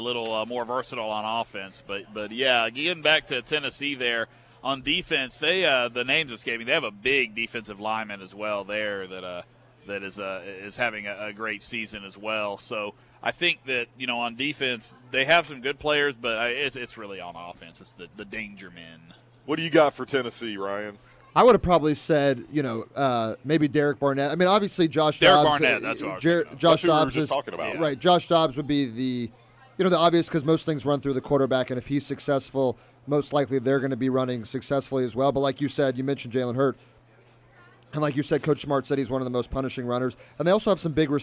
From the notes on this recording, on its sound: broadcast live at the Chick-fil-A in Beechwood